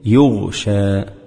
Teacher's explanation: إظهار الغين الساكنة عند الشين من يغشى لئلا يقرب من لفظ الخاء لاشتراكهما في الهمس والرخاوة.